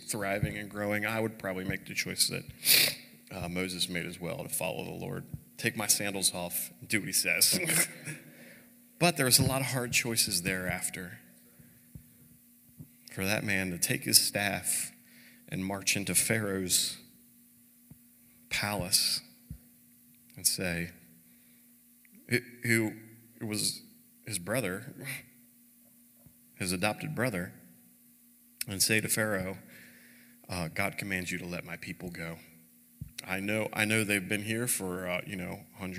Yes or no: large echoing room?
yes